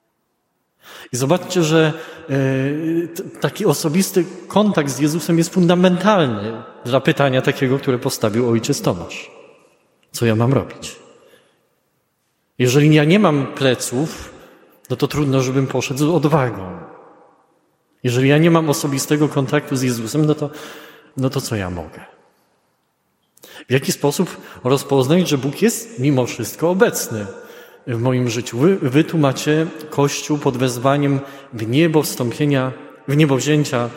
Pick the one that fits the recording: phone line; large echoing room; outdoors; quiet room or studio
large echoing room